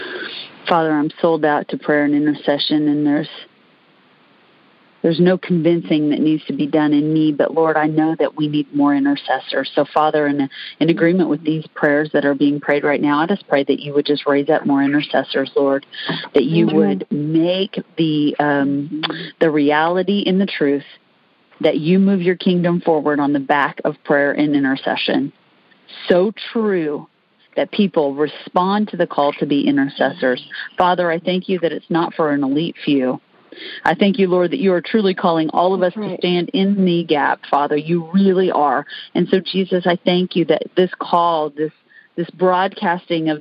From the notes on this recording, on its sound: Recorded during the "Intercessor's Arise" weekly teaching, prayer and equipping call